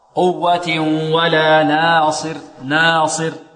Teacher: نرقق النون ونرقق الألف كذلك، لأن الألف تتبع ما بعدها وما قبلها في التفخيم